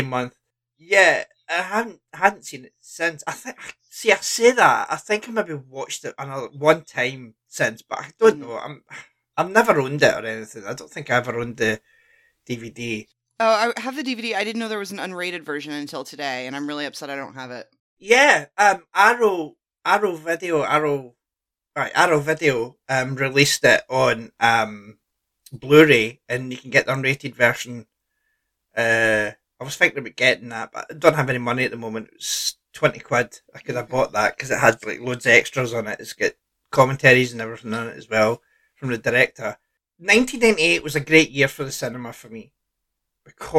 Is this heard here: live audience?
no